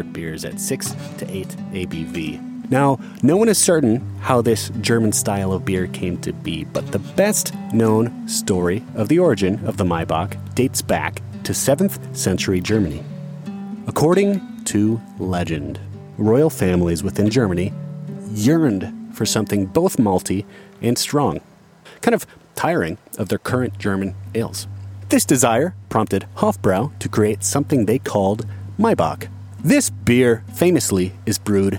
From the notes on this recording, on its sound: Today we pair a beer style with Grand Teton National Park. As we hike deep into the Teton Mountain Range. Our final destination is the remote Delta Lake.